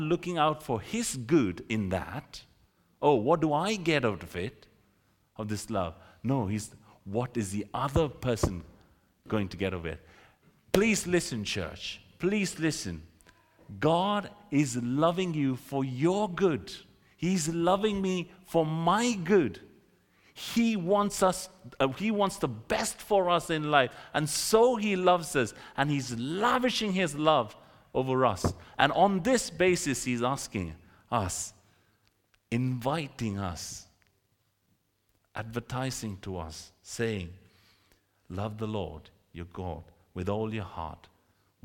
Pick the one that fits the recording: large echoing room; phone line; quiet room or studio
large echoing room